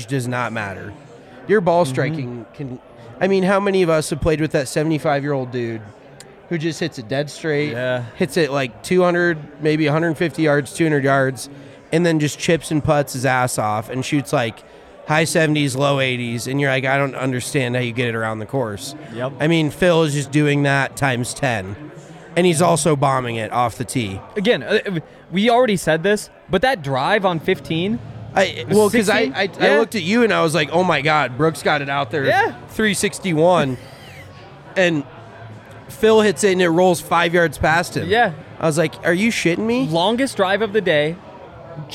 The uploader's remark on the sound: Coming at you live from the DNVR Bar for a live reaction and wrap up of the PGA Championship.